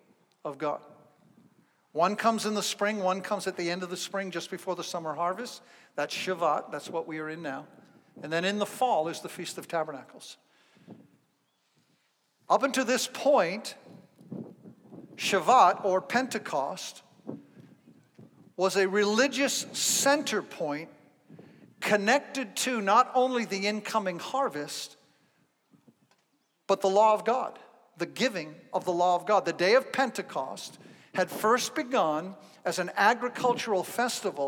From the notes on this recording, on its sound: Zion Fellowship in Canandaigua, NY. This episode is the first live sermon he gave after the shut down due to Covid-19 in the parking lot of the church.